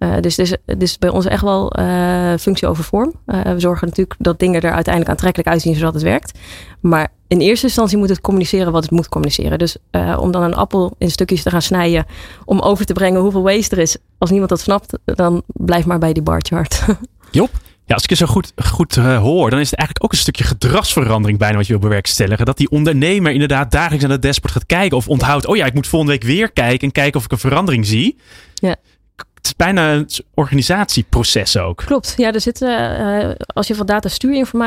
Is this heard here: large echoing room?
no